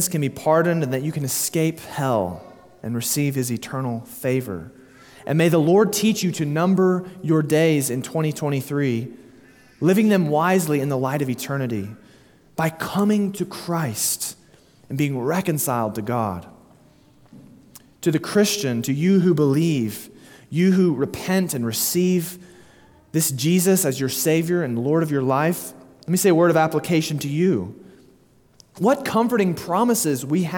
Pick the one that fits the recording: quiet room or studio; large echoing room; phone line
large echoing room